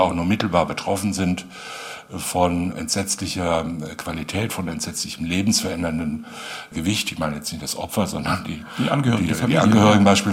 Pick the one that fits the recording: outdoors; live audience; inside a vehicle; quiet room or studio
live audience